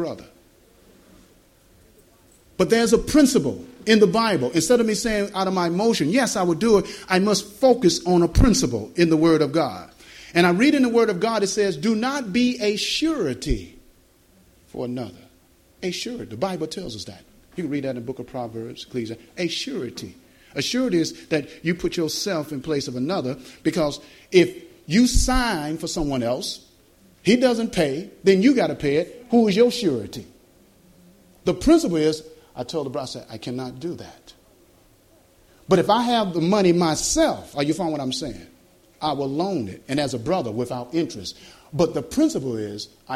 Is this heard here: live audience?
yes